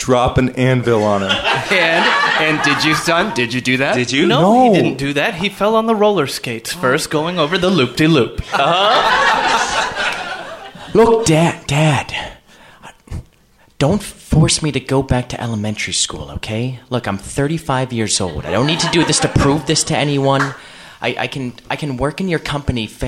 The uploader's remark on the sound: Improvised live in front of an audience